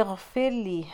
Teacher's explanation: غین پہ یہاں پہ گارگل کی ساؤنڈ آنی چاہیے